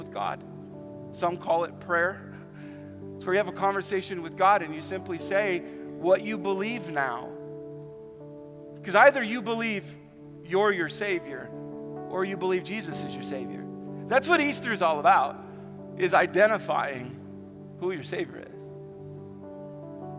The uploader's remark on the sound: Easter at the Civic Center